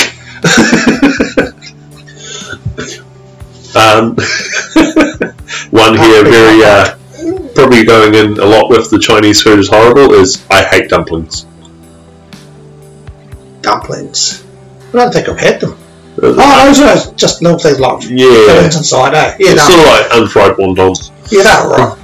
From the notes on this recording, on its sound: Due to alot of technical problems we are a day late at sounding a bit different but we are workong on fixing it.